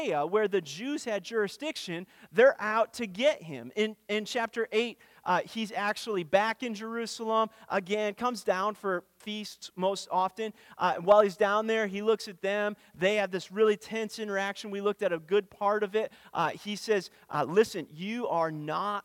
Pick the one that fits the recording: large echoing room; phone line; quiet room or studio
large echoing room